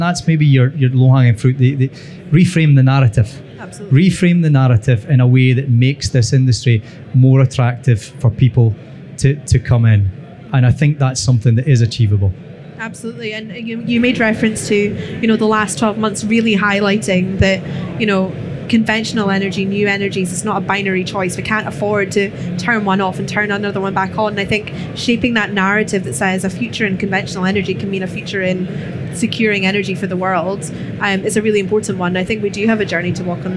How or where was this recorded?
busy venue